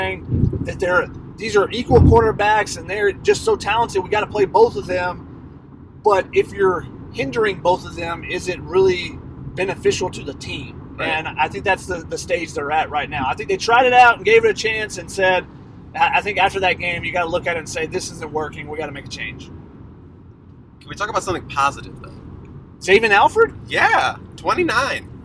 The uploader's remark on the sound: On their return trip from Tempe. A podcast from the car on Interstate-10. Their desert road trip.